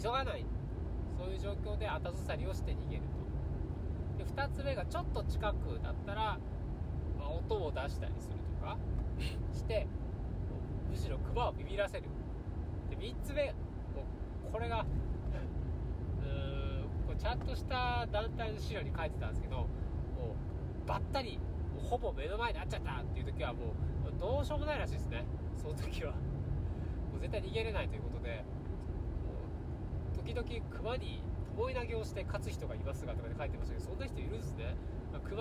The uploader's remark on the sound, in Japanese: 新潟ドライブ中に配信。新潟ドライブ中に暇だったので録音しました。